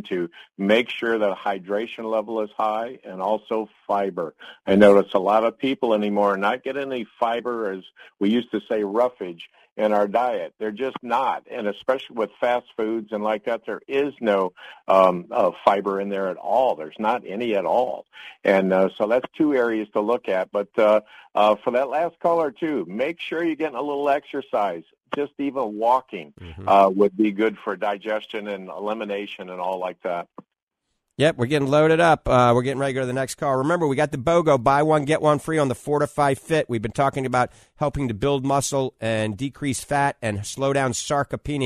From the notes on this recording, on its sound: The doctors take many live calls that directs the topics of conversation.